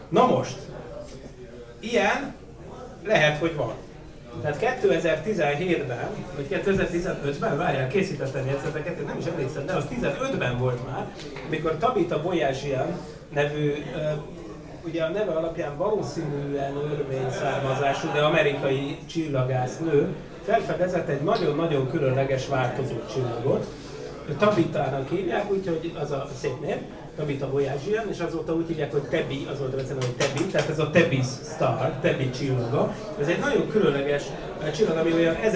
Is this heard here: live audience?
yes